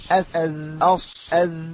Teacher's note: طرف اللسان مع ما فوق الثنايا السفلى، ويخرج منه حروف الصفير وهي الصاد والزاي والسين